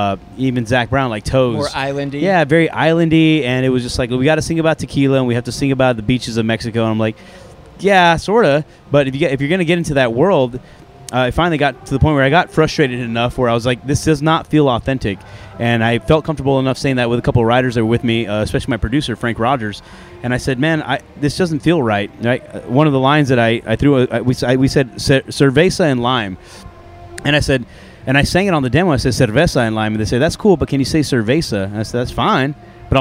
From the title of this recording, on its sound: LIVE AT COUNTRY THUNDER